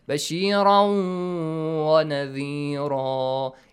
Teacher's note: When you merge them, so the tanween sound, the noon sound will be changed to waw sound. · Term: idgham